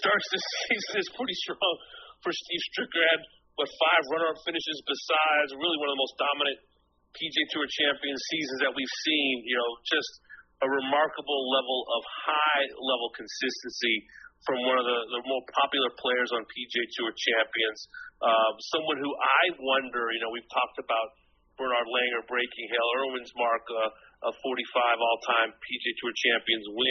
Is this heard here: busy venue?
no